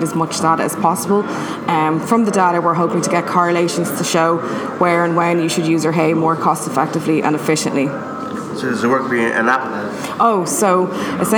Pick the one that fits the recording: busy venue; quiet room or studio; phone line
busy venue